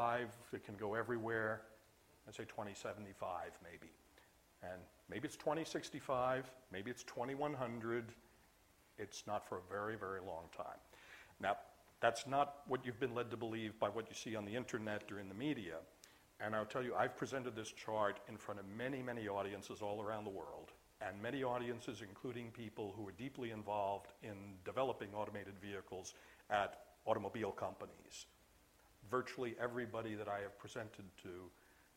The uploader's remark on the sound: IFE Distinguished Visitor Lecture, recorded 29 September 2017 at QUT